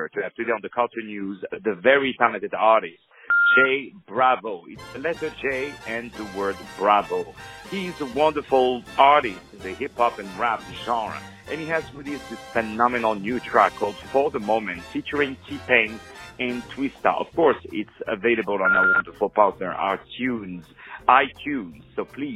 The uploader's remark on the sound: On the phone